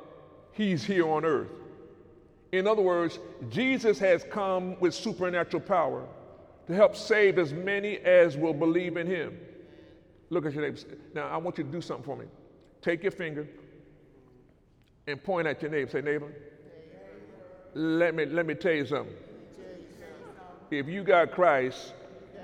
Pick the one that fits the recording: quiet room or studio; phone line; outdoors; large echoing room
large echoing room